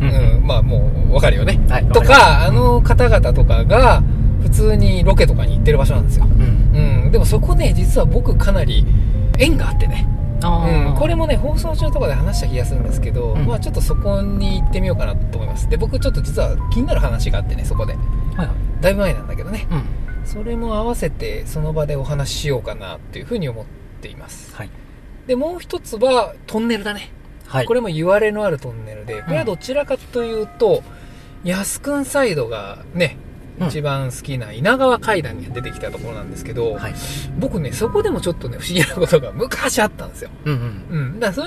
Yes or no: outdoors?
yes